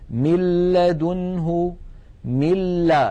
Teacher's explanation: من الميم إلى اللام مباشرة وننطق لاما مشددة ولم يبق من الغنة شيء